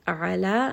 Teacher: That is a two-count mad. A'ala, ayn is going to be from the middle of the throat. La is a two-count mad.